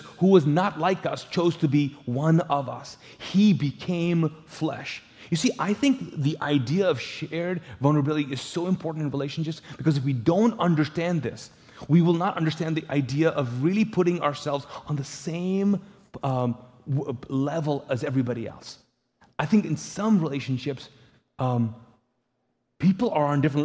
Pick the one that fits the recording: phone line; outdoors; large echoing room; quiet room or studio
large echoing room